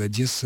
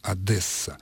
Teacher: основным и предпочтительным является вариант с мягким согласным «д» · Shown in: first take